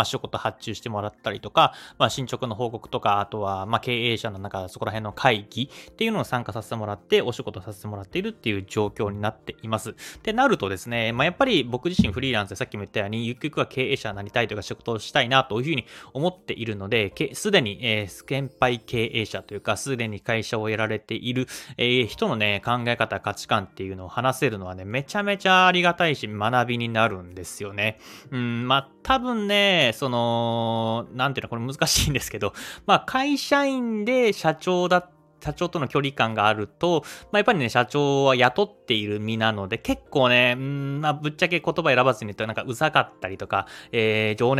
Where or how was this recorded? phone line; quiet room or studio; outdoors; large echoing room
quiet room or studio